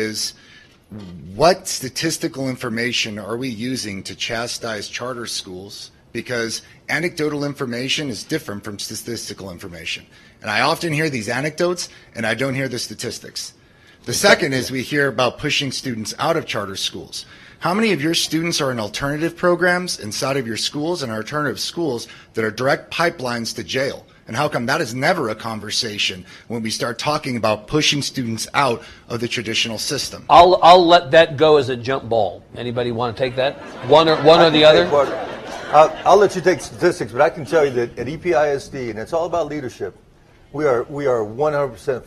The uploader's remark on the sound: The event was recorded before a live audience. At the University of Texas at El Paso campus. It was part of a half-day symposium on urban public education in Texas.